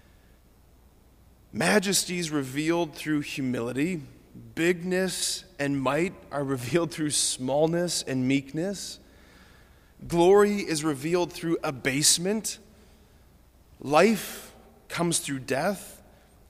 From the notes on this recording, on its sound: preached this homily on January 17, 2024 at Sacred Heart of Jesus Catholic Church in Wadsworth, OH.